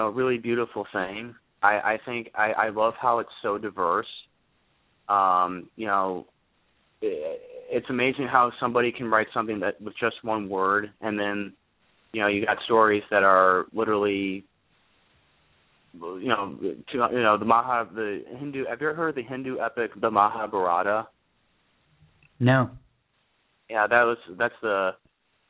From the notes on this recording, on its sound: This month's Poetry Super Highway Live Open Poetry Reading featured poets calling in and reading their work from Sioux St.